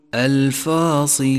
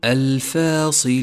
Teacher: الفاء مرققة والألف التي بعدها مرققة · Shown in: second take · Term: ترقيق حرف الفاء